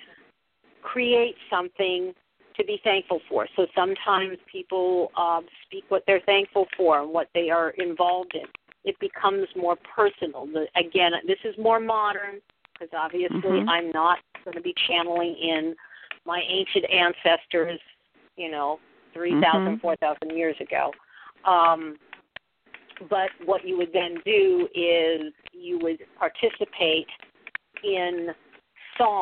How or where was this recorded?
phone line